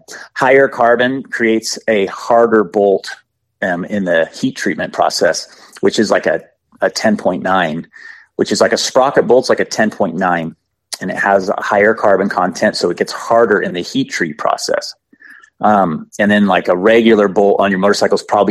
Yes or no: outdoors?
no